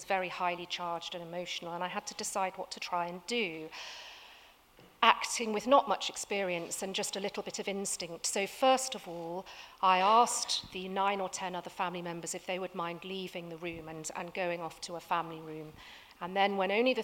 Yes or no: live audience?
yes